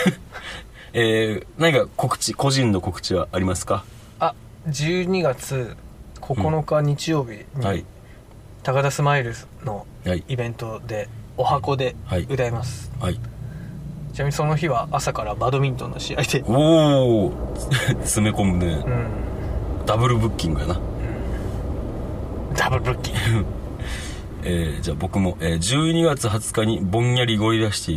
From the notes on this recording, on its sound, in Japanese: 灼熱の車内で録音した与太話！